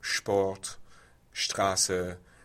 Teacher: there's a German rule of S before T or P being pronounced as sh. So Sport, Straße, which is interesting that the consonant context is influencing the pronunciation rather than the vowel context.